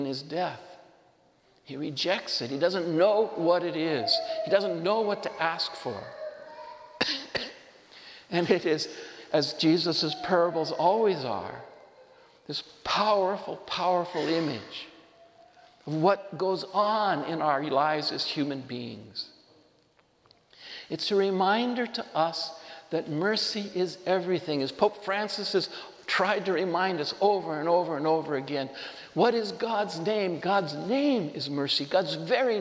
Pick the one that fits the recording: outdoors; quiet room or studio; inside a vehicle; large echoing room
large echoing room